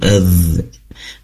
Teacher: Dan juga ada salah satu sifatnya dho, ini adalah rikhwah yang harus dialirkan suaranya. Mahdhu terdengar, dhu adh, adh-nya itu ya, yang rikhwah itu.